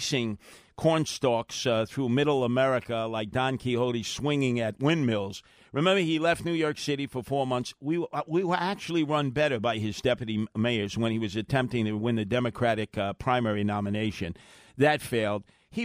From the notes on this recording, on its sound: open up the phones for anything and everything